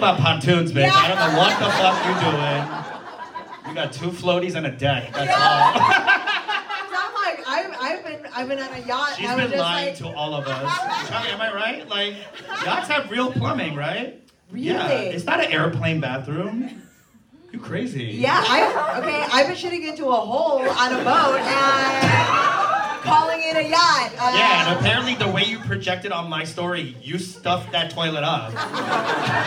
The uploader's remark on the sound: WE are live at The Lincoln Lodge in Chicago!